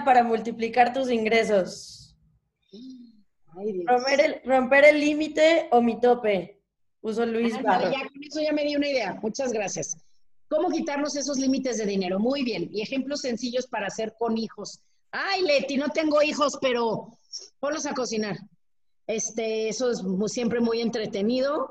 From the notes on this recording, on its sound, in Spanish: platicamos con los que entraron al zoom